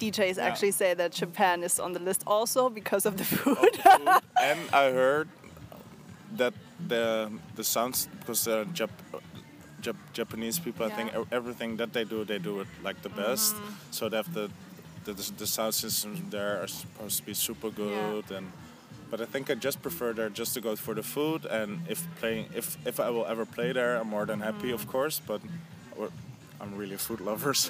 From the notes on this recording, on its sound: This interview was recorded with summer feelings during the Lighthouse Festival 2018 in Croatia.